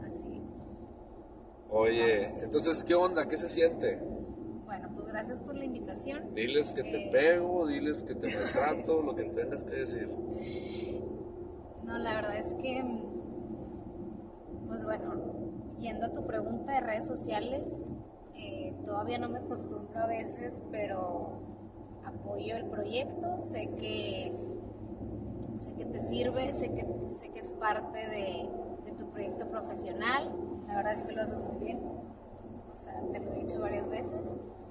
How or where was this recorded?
inside a vehicle